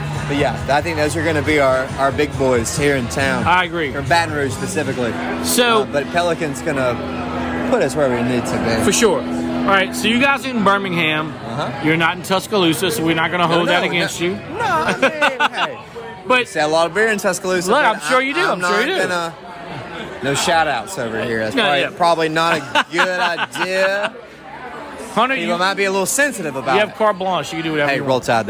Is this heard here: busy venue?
yes